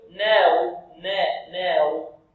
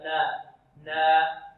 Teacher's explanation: يفتح النون فتحا متوسطا · Shown in: second take · هكذا نا نا، يعني ينطق النون مجردة عن الواو، يحاول أو يجرب أن ينطقها هذا مجردة عن الراء هكذا.